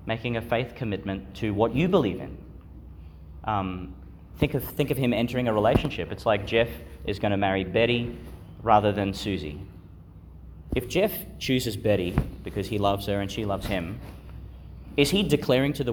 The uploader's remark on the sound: Delivered (at the evening Mass) in Our Lady Star of the Sea Church, Gladstone, Qld. Delivered (at the evening Mass) in Our Lady Star of the Sea Church, Gladstone, Qld.